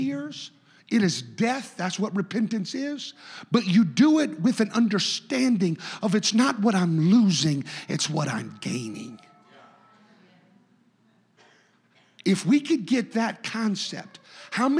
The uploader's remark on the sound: a service recording from Connect Point UPC